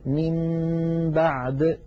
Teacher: أقلب النون إلى ميم ثم أمط غنة تلك الميم المقلوبة فأقول من بعد.